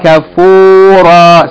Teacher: Okay, if we stop or pause on it, we're going to pronounce it as though that aleph written after it is elongating the fatha. No noon sound, just fatha followed by aleph, elongation.